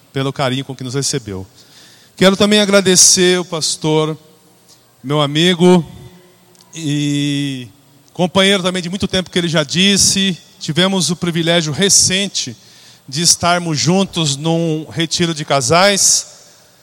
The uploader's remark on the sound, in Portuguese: Na Celebração da Família da noite do dia 12 de Janeiro